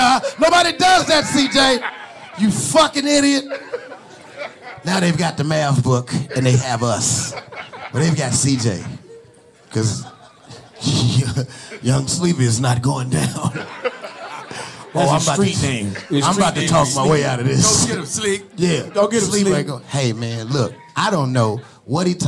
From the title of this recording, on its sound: LIVE in Dallas